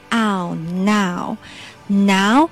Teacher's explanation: now 后面的 o w 发 ow，嘴巴张大 ow，由大到小